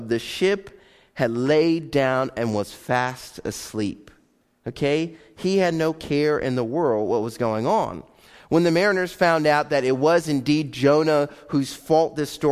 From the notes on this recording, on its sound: Live Broadcast of Faith Baptist Church